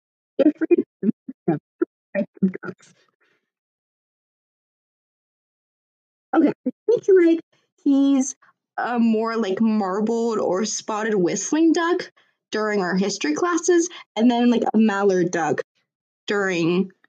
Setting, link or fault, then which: fault, poor sound quality